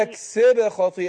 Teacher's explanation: يكسب خطيئة، الباء ساكنة وهي من حروف القلقلة.